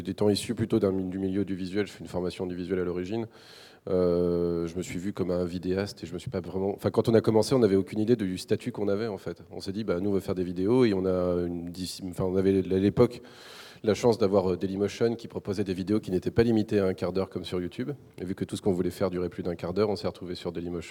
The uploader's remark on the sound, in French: L'émission à été enregistrée lors du 1er Forum du Jeu Vidéo de Livry-Gargan le 30 janvier 2016.